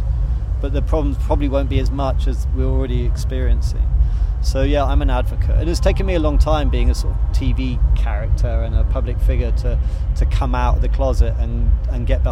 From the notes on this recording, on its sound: goes to NOISILY festival in Leicestershire